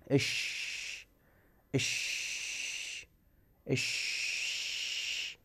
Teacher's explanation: صفة التفشي هو انتشار الريح في الفم، أو انتشار النفس أو الهواء في الفم عند النطق بالشين حتى تتصل بمخرج الضاء المعجمة وحرفه الشين.